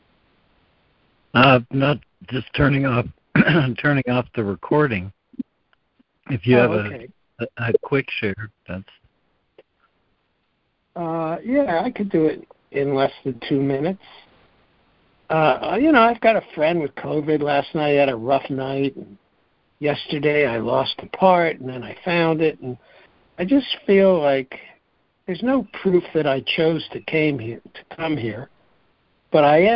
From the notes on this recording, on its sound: ACIM Daily Conference Call